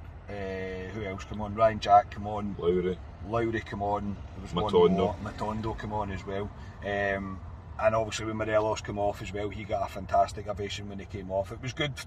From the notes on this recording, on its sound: Last reaction from the car this season after leaving Ibrox.